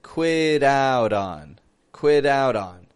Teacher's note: Notice the T's in there are linking together.